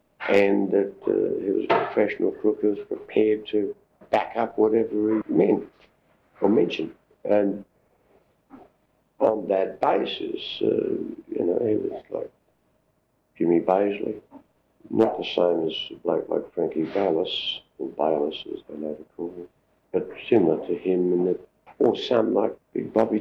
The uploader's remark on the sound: this recorded interview is 20 years old and sounds it!